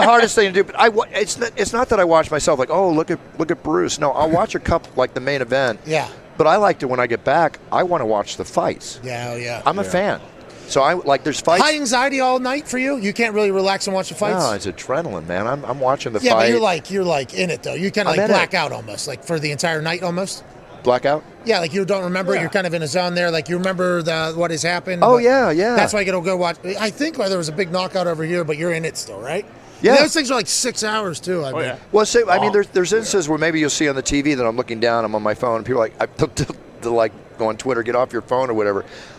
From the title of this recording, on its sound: LIVE From Radio Row In LA